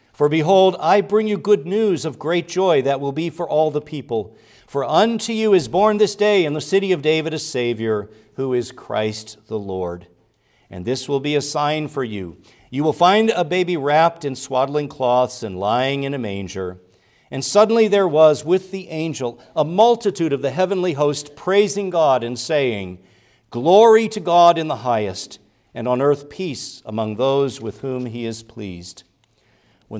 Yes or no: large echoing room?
yes